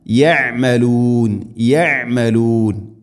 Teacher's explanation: ഐൻ തൊണ്ടയുടെ മധ്യഭാഗമാണ് മഖ്റജ്